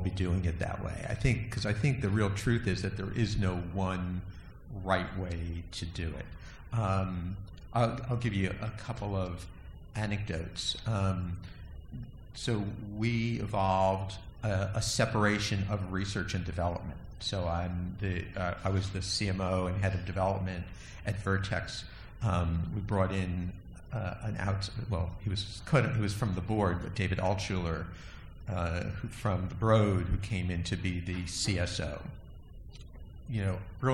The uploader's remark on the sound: Recorded at the 7th annual Chief Medical Officer Summit